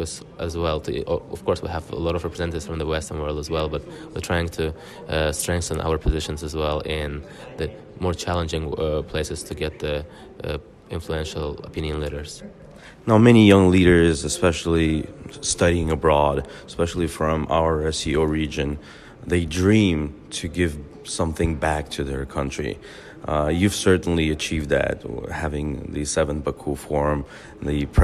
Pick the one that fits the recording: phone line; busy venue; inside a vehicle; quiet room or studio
busy venue